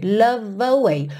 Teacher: Como o é do love não é pronunciado, você já emenda no away.